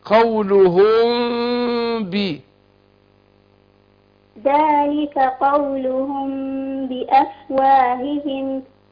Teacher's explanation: الميم ساكنة وبعدها ايه الباء، هنا اخفاء شفوي